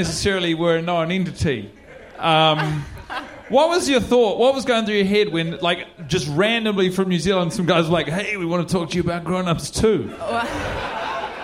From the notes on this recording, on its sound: Question and Answer session at Cinefamily, LA. A packed out audience of about 150 fans had their opportunity to ask what needed to be asked. Here are the questions which were off-mic from the crowd.